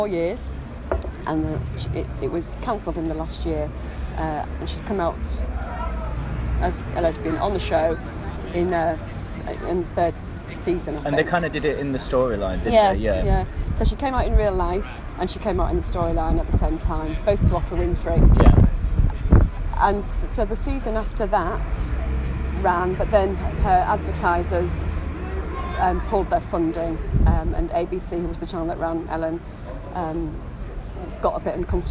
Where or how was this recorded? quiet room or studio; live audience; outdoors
outdoors